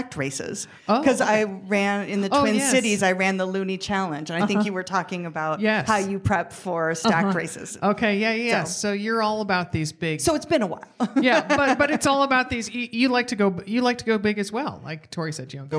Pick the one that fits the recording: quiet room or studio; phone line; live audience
live audience